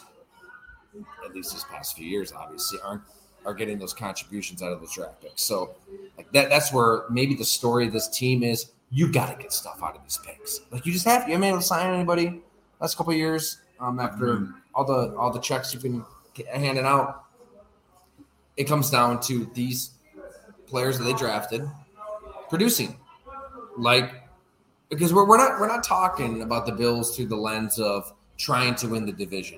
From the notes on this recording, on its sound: We record live at Fattey Beer Company in Hamburg, NY.